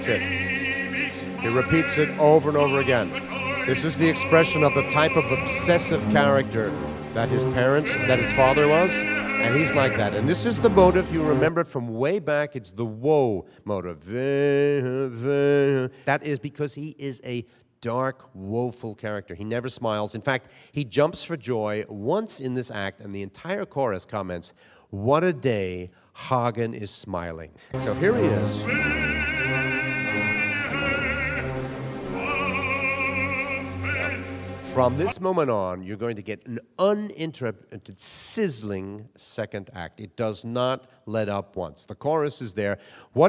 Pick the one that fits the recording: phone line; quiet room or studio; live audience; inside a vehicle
live audience